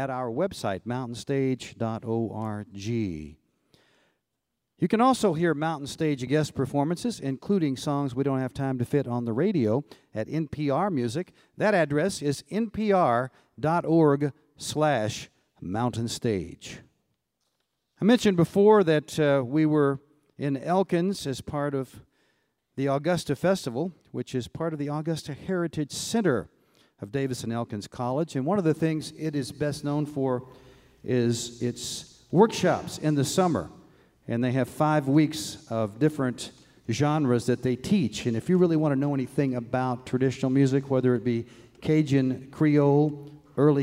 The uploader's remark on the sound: Recorded live at the Augusta Heritage Center on the campus of Davis & Elkins College.